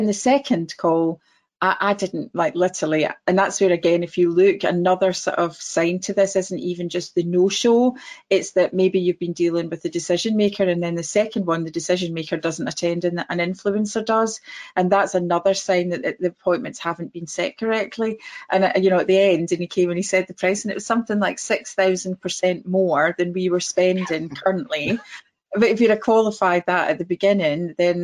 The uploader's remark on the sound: This episode is the audio from our webinar this week.